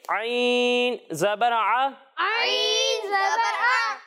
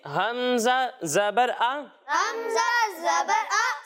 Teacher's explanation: عین کی جب ہم ادائیگی کریں گے تو اسے حلق کے درمیانے حصے سے پڑھیں گے · Shown in: first take